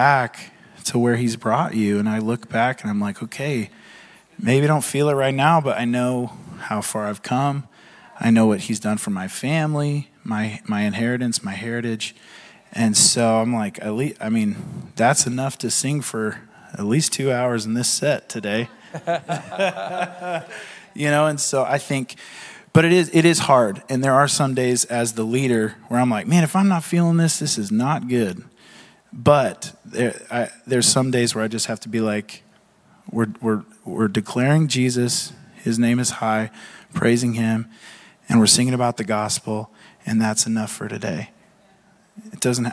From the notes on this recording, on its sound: Recorded at Hope Church in Springfield, MO.